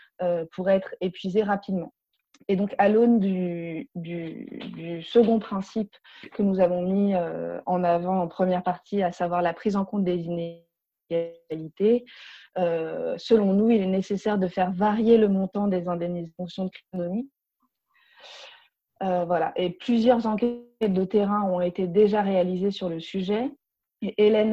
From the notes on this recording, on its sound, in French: La Fabrique Écologique a organisé le lundi 18 mai 2020 en visioconférence son Atelier Co-Écologique.